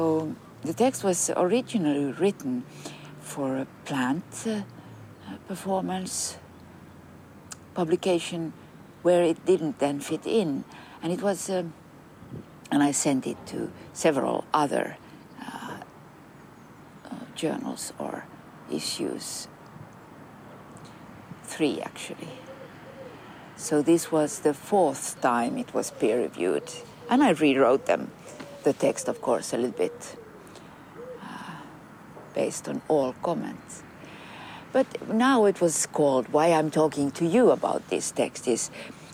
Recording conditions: outdoors